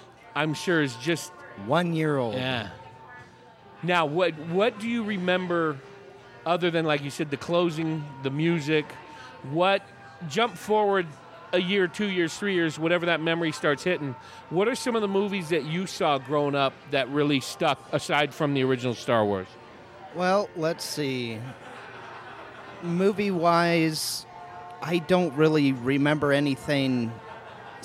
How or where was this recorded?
busy venue